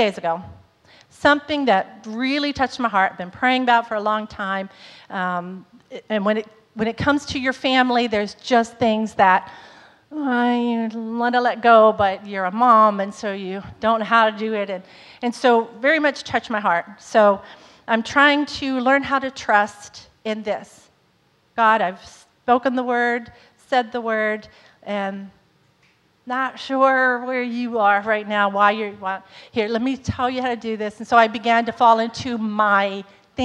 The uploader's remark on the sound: was recorded on Sunday, May 15th, 2022, during service at The Anchor Church in Rockport, Maine.